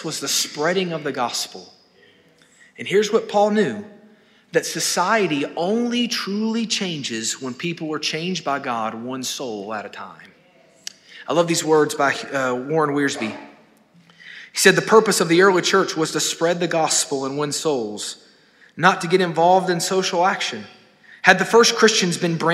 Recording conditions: large echoing room